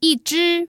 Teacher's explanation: 只 which is a first tone and is the measure word for animals